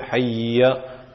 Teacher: the tashdeed on the ya should be pronounced clearly, the ayn should also be pronounced clearly, and it should not be lengthened